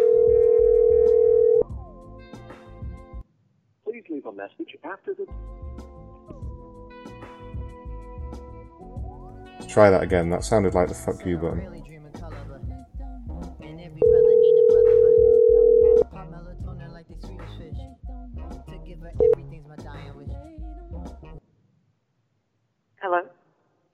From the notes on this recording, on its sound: We now have the ringing sound back when we make calls which makes things a whole lot better, no thanks to Skype.